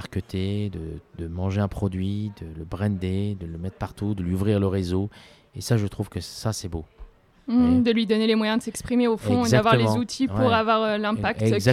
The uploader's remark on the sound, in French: Dans son restaurant éponyme, vous entendrez ainsi les bruits de table et les rires de quelques convives.